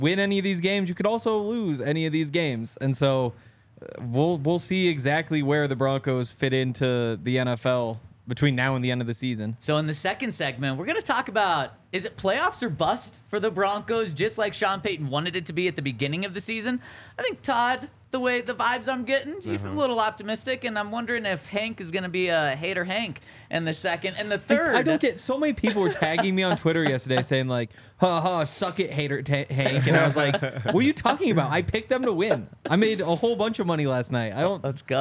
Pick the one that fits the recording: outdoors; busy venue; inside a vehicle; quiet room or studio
busy venue